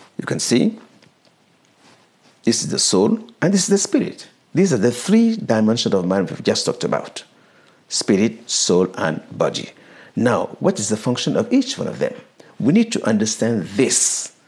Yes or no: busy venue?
no